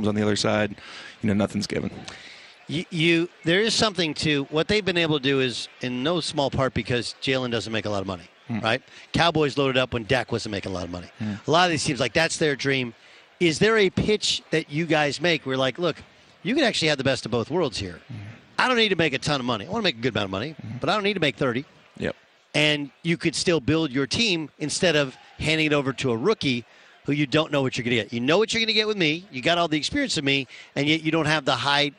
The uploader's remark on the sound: live from Radio Row in Phoenix ahead of Super Bowl 57!